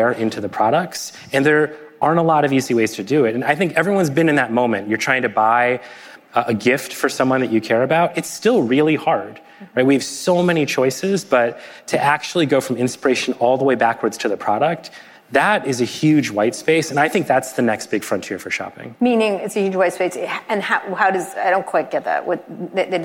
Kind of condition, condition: setting, live audience